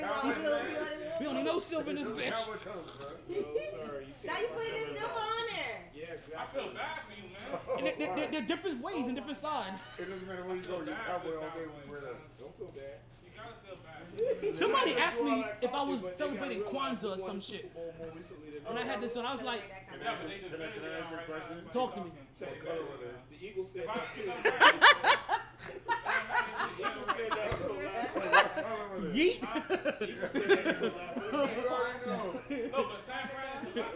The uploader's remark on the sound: Live from Sharkeys